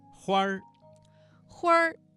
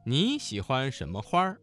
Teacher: 花字加了一个卷舌音变成了儿化音